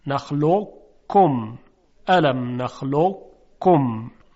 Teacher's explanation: در حین ادغام اون صفت استعلا و درشتی صدای قاف باقی می مونه، گرچه ادغام می شود در کاف.